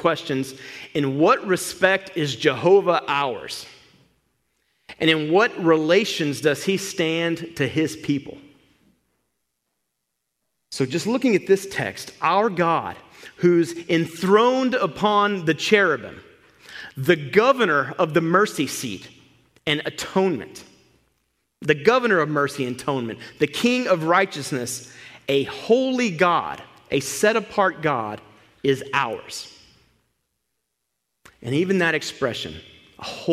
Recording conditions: large echoing room